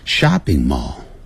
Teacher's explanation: 第一个名词也包含动名词，要声音要读得比较重